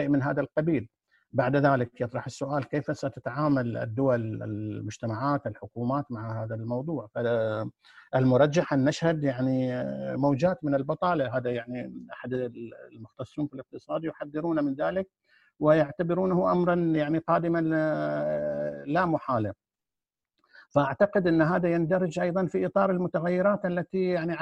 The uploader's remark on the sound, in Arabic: قناة أهل الكهف على برنامج Zoom. قناة أهل الكهف على برنامج Zoom.